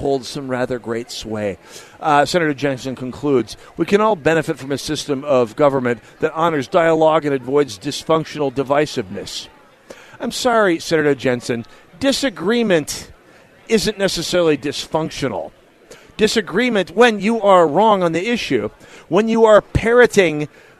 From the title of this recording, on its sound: Live at The Sportsmen Show!!